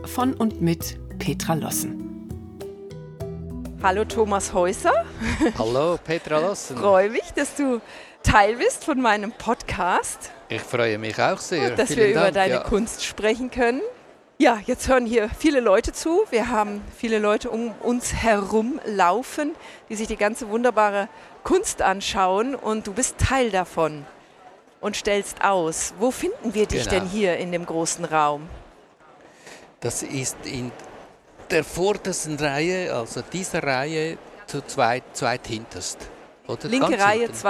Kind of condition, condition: setting, busy venue